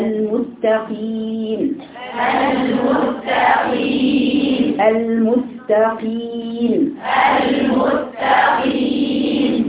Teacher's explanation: قاف باعتدال بدون اطباق